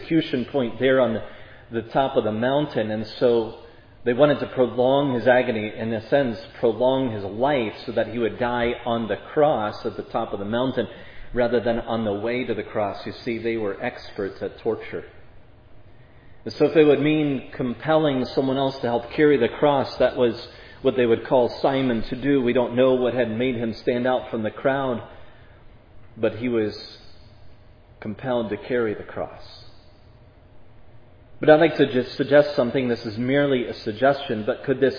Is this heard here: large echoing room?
yes